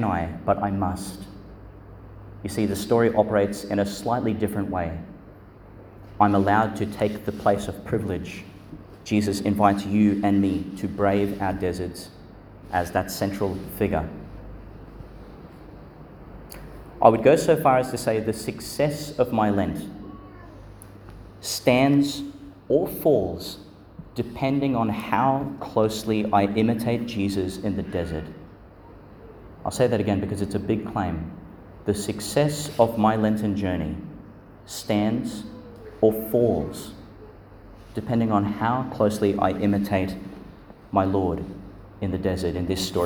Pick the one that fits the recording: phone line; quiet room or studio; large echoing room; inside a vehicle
large echoing room